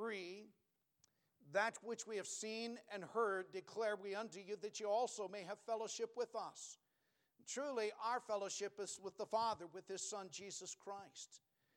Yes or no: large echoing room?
yes